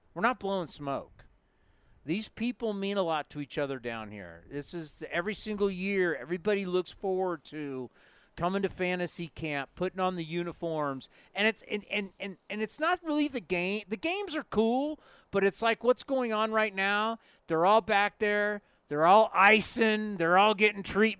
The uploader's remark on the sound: live from A's Fantasy Camp